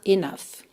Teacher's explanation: Então, enough é N-O-U-G-H, mas o som é enough, com som de F mesmo no final